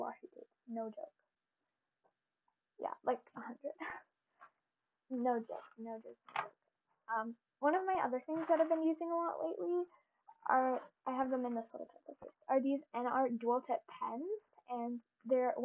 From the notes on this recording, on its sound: You will most likely hear a lot of background noise due to the mix I’m using today! I realized that the audio for today’s episode was pretty horrible!